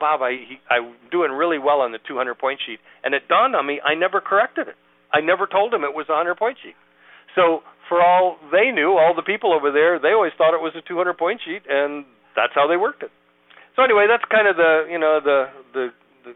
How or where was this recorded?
phone line